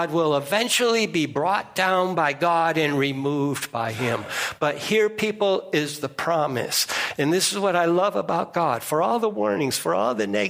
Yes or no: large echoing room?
yes